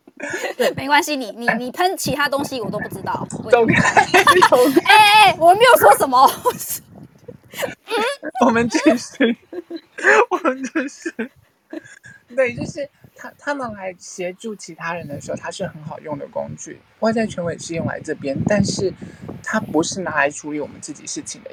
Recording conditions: poor microphone